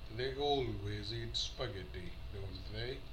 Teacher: The rising tune is used as an alternative to a question.